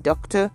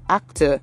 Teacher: if I have this OR at the end of a word, as in doctor, the OR becomes the schwa sound